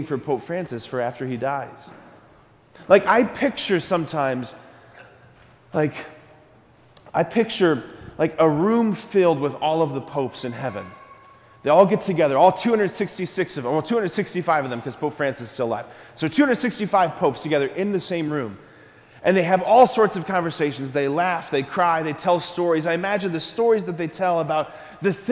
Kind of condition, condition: setting, large echoing room